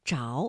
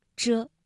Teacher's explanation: 在表达动作结果的时候呢，我们要读着，不能读轻声遮 · Shown in: first take